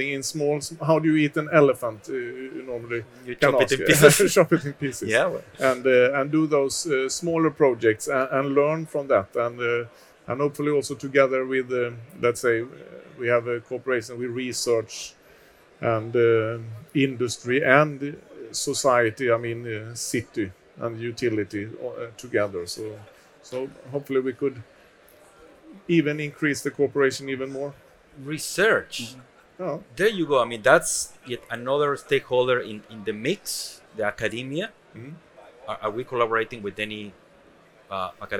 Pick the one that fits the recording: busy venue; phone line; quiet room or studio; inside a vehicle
busy venue